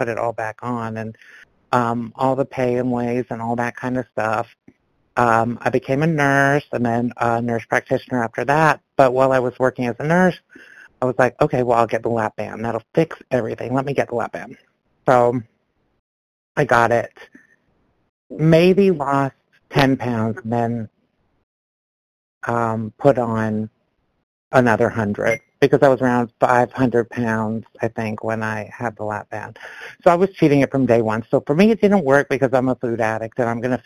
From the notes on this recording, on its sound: from the 100 Pounders Phone Meeting, 12/25/22